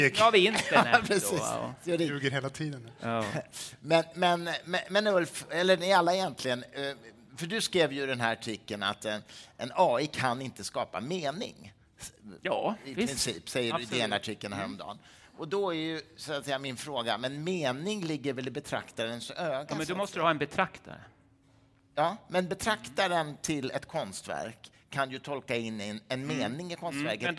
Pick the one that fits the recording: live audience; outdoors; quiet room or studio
live audience